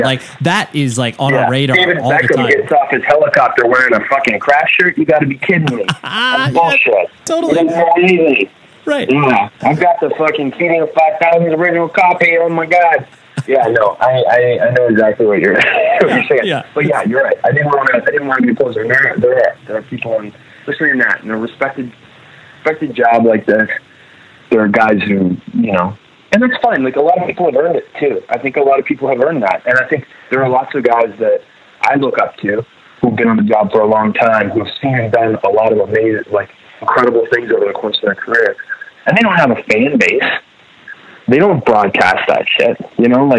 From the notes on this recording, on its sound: We hopped on the phone one day (some dodgy cell service up in Canada)